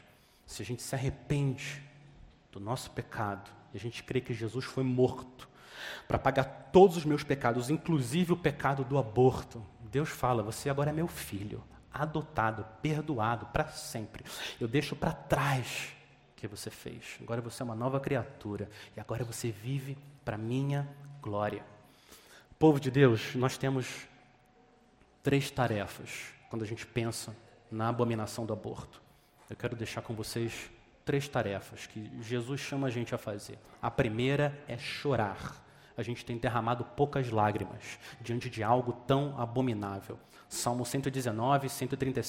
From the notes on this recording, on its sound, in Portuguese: Mensagem gravada na Igreja Batista Jardim Minesota